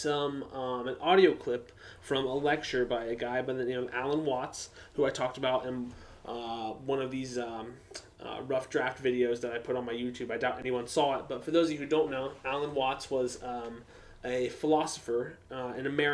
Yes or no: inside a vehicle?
no